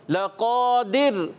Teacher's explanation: قاف کو پر رکھیں گے حرف مستعلیہ میں سے، موٹے حروف میں سے، اس کو موٹا ادا کریں گے